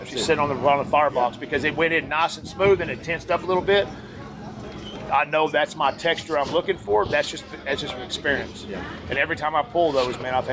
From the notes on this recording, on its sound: Cook spot at the 2023 American Royal. At the Kansas City Royal.